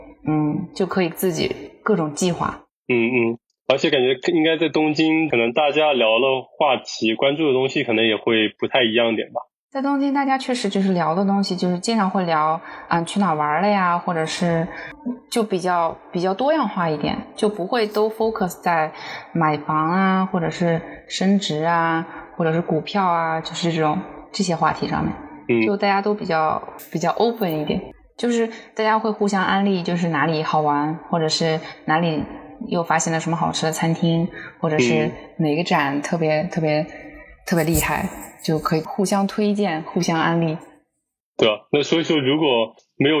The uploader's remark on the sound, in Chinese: 这期节目我请来了我在东京的同事。抱歉这期音质略有不足。